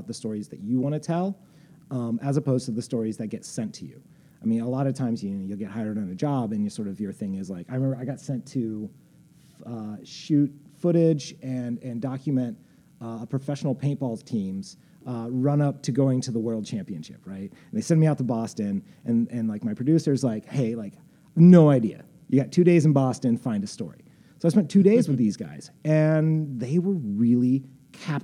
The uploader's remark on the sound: In an in-class interview recorded at Columbia College Chicago. Self Management & Freelancing class.